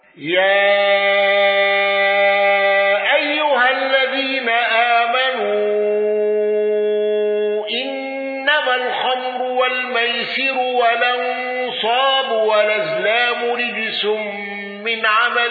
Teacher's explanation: الأزرق بالإشباع وقصر البدل وترقيق الراء المضمومة وثلاثة العارض